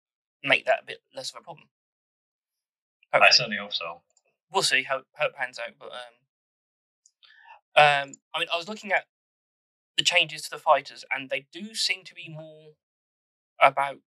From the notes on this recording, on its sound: Apologies for some of the sound quality, this episode had to be recorded online. I did my best to keep level it in editing.